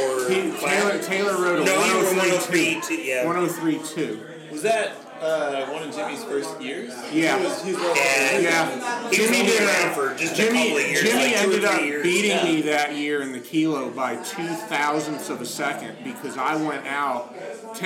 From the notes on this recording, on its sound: This is a live episode. Sound quality is not optimal so be warned.